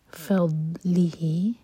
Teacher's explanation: دوت ساکن پر جھٹکا نہ ہو زبان کی سائڈ سے پڑھیں گے